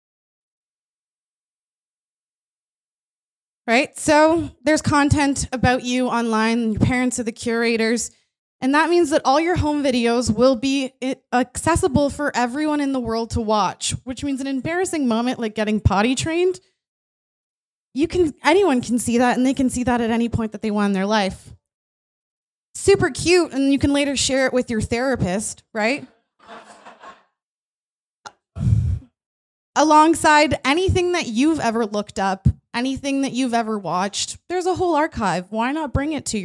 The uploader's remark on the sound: Talks delivered on stage at StartWell’s Event Space on King St W in downtown Toronto on November 28, 2019. This special episode is the fourth of 5 talks delivered on stage at StartWell’s Event Space on King St W in downtown Toronto. For a globally roaming annual series called Dark Futures.